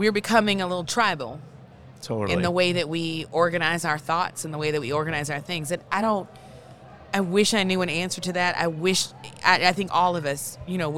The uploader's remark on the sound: Live from MjBizCon 2022!